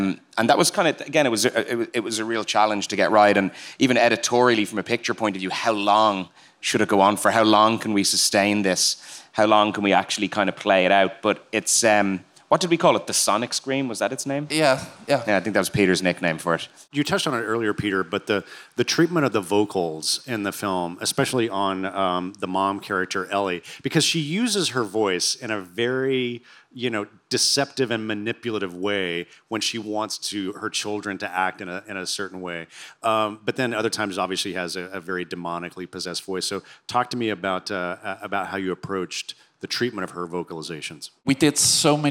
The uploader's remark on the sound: This interview was recorded live at the 2023 SXSW Film Festival.